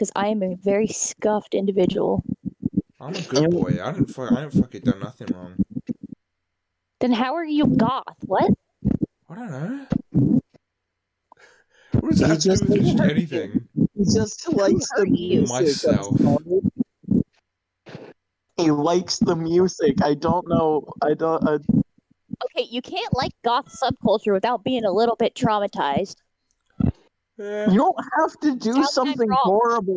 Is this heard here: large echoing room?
no